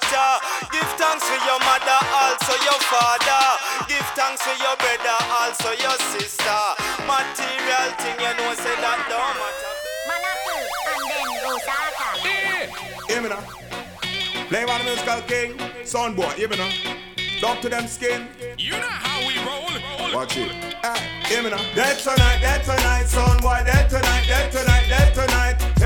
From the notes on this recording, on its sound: Live from ORKZ-Bar!